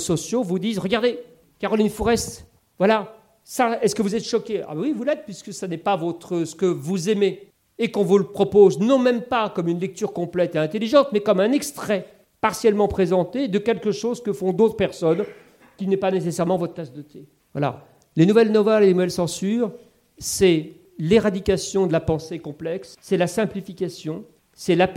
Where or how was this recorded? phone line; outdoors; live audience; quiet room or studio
live audience